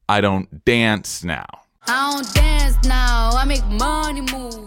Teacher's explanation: And the emphasis is on dance. That's the word we feel really strongly.